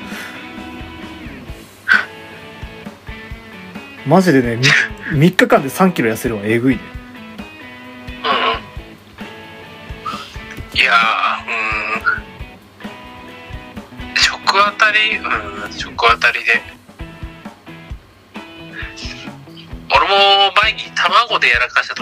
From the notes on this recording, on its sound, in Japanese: 録音機材：iPhone7